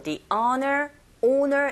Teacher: o라는 모음 앞에 정관사 더는 d로 발음하시고 the owner, owner 이렇게 하셔야 되죠.